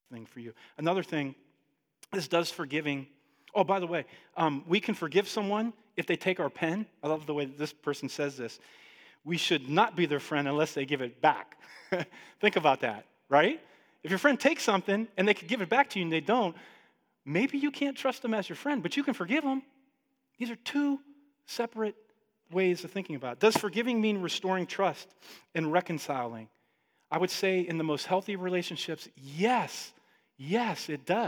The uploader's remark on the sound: Listen along to our live Sunday Teaching